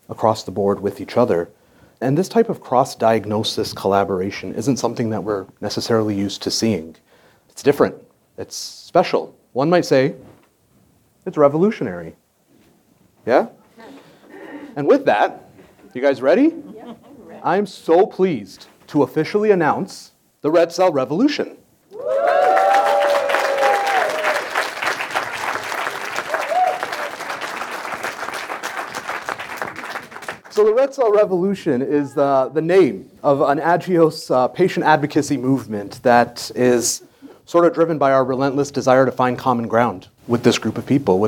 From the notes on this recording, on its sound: LIVE in New Orleans. We're LIVE from New Orleans, Louisiana! Listen to our live podcast panel.